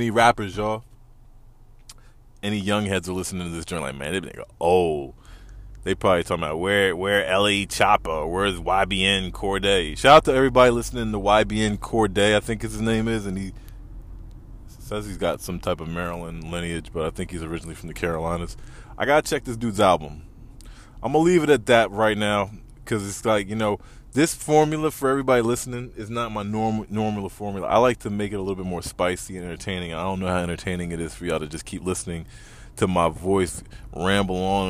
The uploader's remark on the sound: Randomly recording in my car in traffic on my way home.